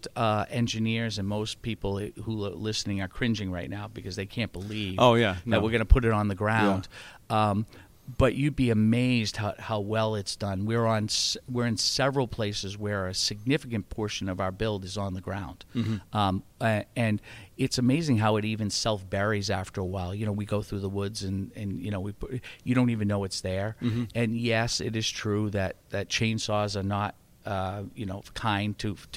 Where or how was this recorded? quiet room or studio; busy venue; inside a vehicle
busy venue